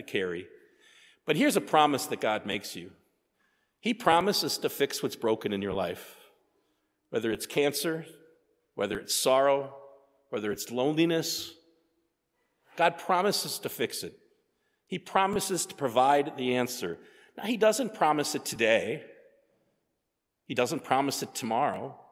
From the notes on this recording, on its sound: sermon preached at Faith on Feb 18, 2024